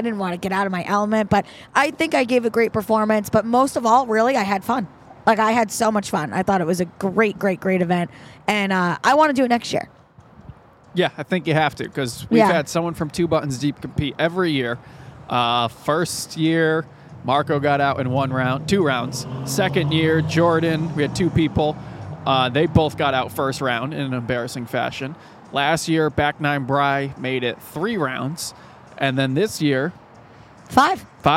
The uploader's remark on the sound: This episode was taped at Lionheart on the Green in Albany's Warehouse District.